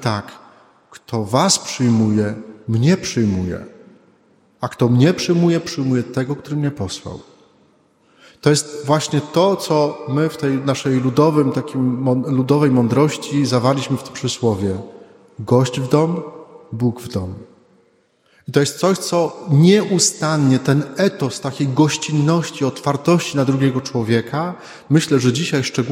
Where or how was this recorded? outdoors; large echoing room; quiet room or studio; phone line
large echoing room